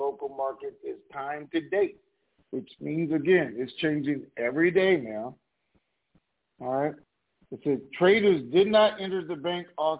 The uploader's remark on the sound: TNTSuperfantastic Conference Call